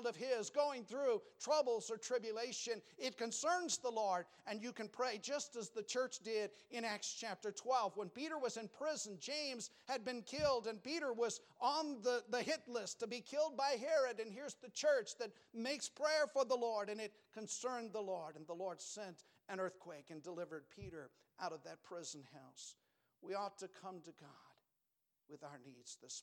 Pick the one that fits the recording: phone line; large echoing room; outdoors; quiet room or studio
large echoing room